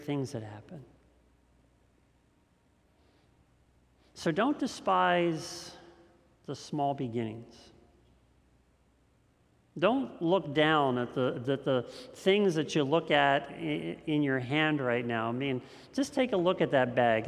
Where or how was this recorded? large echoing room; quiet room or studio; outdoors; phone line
large echoing room